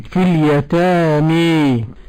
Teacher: حمزة والكسائي وخلف العاشر بالإمالة الكبرى